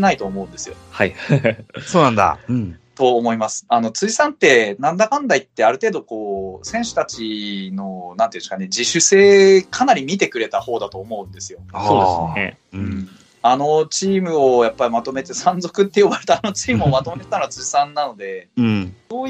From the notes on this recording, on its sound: Skype